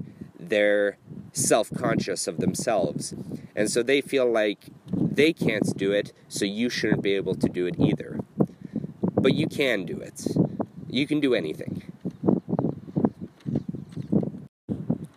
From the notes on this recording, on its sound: Recorded at the end of the Camino de Santiago in Finisterre, Spain.